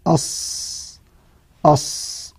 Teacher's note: انظر إلى مكان الالتصاق، طرف اللسان مع ما بين الثنايا العليا والسفلى · Term: مخرج واحد